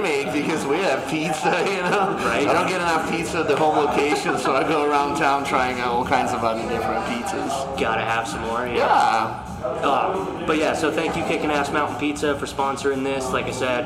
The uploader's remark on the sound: Brewers Panel at Crazy Mountain Brewing